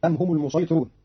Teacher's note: قال قالون كلمة المسيطرون بالصاد فقط فتصير أم هم المسيطرون، وقد جاز فيها السين فيقرأها بعض القراء المسيطرون، وهناك أيضا من يقرأها مشماة فتصير المزيطرون.